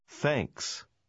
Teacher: Обратите внимание, что сочетание TH может произноситься и приглушенно.